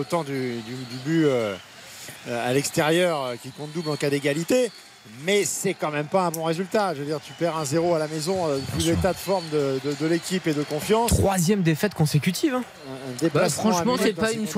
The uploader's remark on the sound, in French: en direct du Parc des Princes